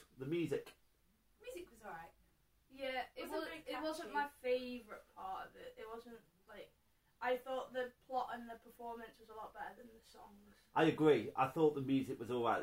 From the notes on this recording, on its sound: Apologies for the sound quality on this one, one of the recorders didn't work!